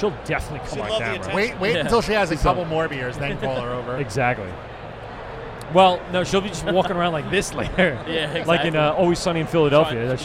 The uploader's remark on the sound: LIVE at the Great Beer Expo 2019 at the Nassau Coliseum on Long Island NY. They hear about the local home-brew competition from the LIBME home-brew club and interview several drunk patrons enjoying the day's events.